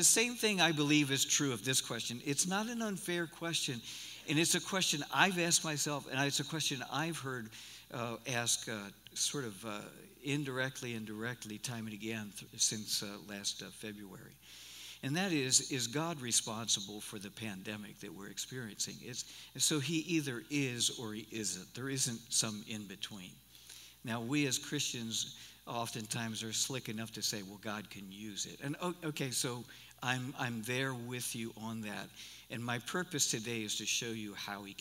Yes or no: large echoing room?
yes